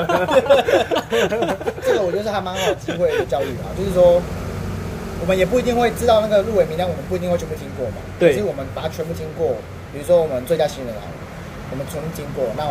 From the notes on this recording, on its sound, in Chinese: 錄音地點：台南 牽咖啡